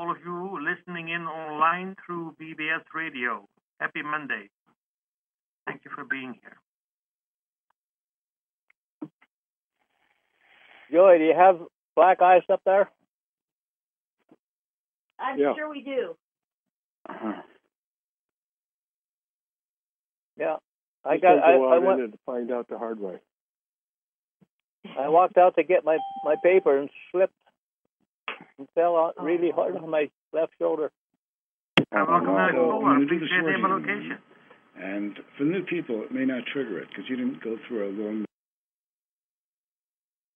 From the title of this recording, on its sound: Conference Call LIVE, January 3, 2022